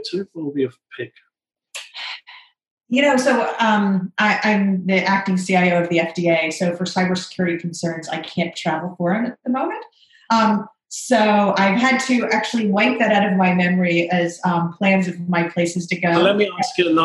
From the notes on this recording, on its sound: This is a special episode of a webinar